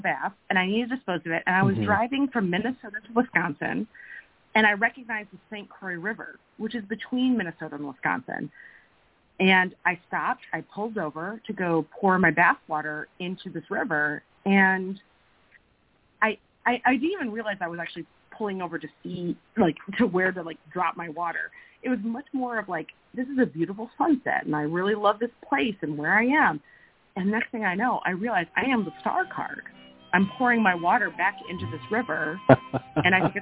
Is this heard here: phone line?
yes